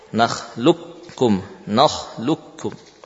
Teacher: Qaf ke dalam kaf. Langsung melafadzkan qaf melafadzkan kaf musyaddadah · Term: mengidghamkan secara sempurna